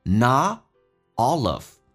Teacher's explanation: not 跟 all 不连，连起来很难听